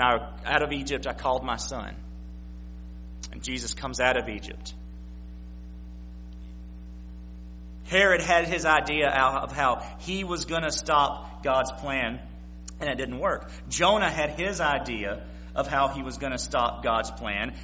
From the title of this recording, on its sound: September 25, 2016 PM Service